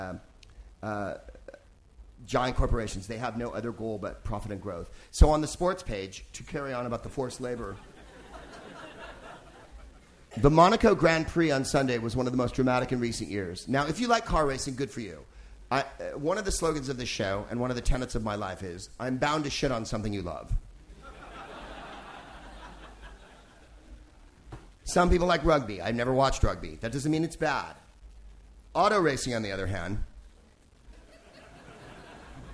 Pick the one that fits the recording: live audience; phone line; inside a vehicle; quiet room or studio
live audience